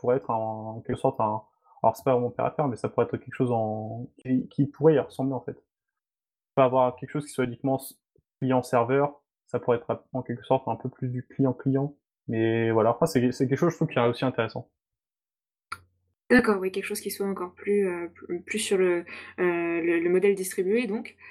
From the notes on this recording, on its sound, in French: Émission enregistrée le 14 mai 2020 sur Mumble, dans le salon La voix est libre du serveur de Picasoft.